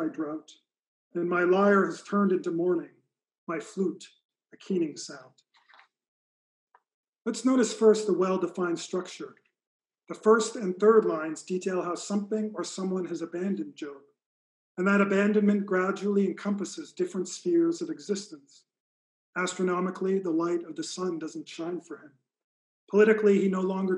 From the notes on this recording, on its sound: Recording of a lecture. As part of the Formal Lecture Series.